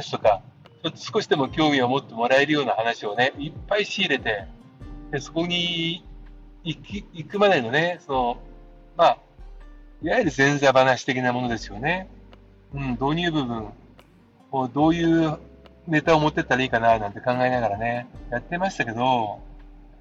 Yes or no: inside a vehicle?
yes